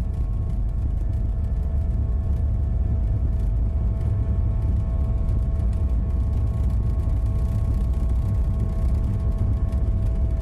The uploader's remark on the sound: I'll take the mystery out of flight with the actual sounds of a flight I took recently.